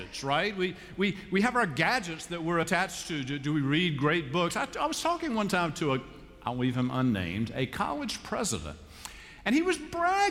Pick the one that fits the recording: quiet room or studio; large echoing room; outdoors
large echoing room